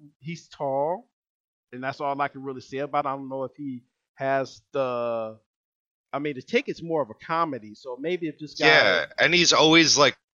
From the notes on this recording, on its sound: Sound is a little low but, will improve.